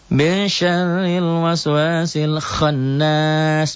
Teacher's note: Dibaca double, dengung ke hidung, ditahan. Satu alif sampai satu alif setengah. · Term: gunnah